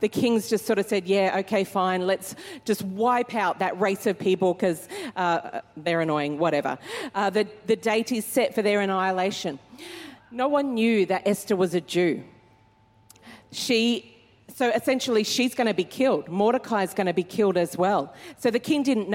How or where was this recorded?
live audience